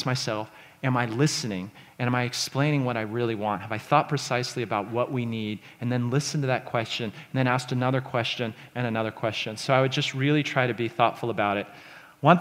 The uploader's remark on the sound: This talk was recorded at The Scaleup Offsite, an event focused on scaling companies co-hosted by Greylock Partners and YC Continuity.